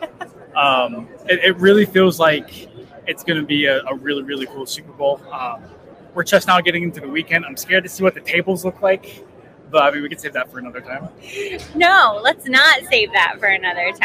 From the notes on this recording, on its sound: Live From Super Bowl LVIII!